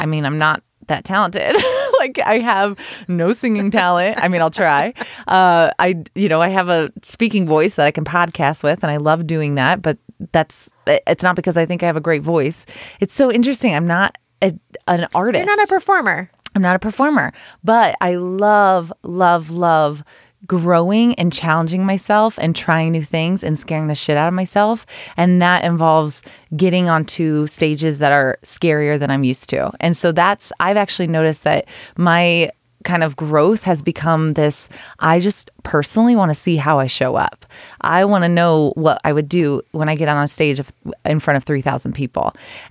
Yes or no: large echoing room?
no